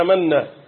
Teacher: بتلاحظ الهمزة من الحلق، والميم من الشفتين، والنون من اللسان مع بداية الحنك الأعلى · Term: مخارج الحروف